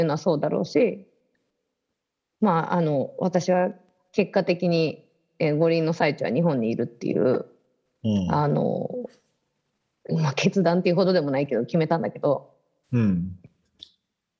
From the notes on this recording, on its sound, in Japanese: 本編は2021年7月16日に「Zoom」を使用し収録しています。